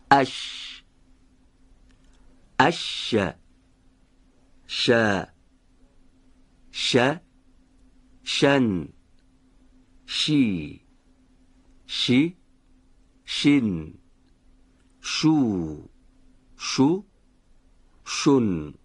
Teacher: هنگامی که نزدیک میشه وسط زبان به سقف دهان، مجرای تنگی در این ناحیه به وجود میاد که اگر هوا با کمی فشار به صورت سایشی و بدون ارتعاش تارای صوتی از این مجرا عبور کنه، صدای حرف شین تولید میشه